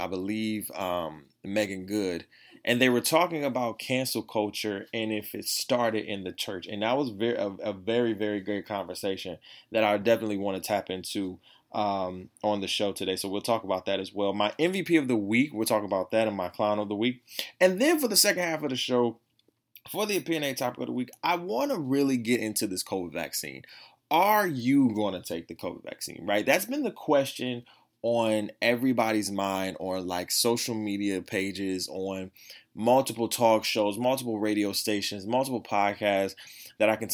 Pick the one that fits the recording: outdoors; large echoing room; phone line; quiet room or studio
quiet room or studio